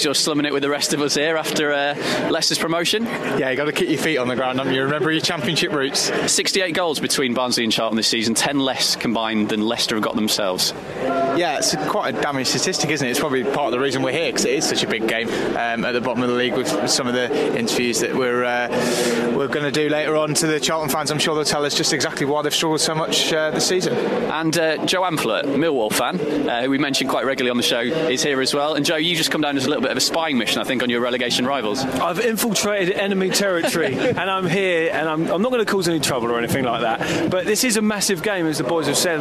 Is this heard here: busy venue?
yes